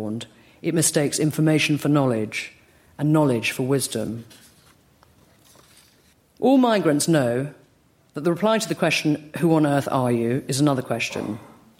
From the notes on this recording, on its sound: LRB Winter Lecture delivered at the British Museum